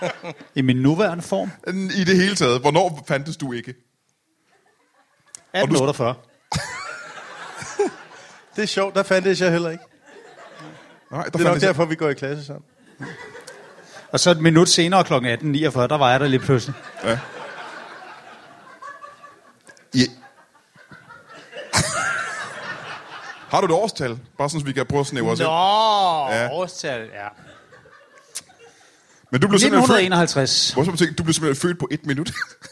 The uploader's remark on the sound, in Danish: LIVE fra Herning